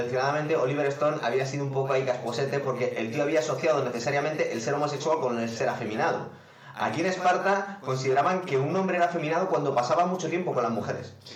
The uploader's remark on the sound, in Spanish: HEMOS TENIDO PROBLEMAS CON LA GRABACION ASI QUE EL AUDIO ES BASTANTE REGULERO